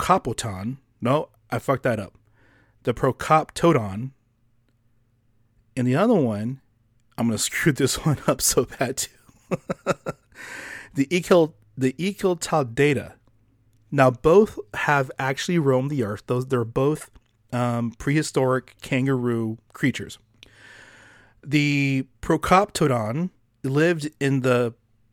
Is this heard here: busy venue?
no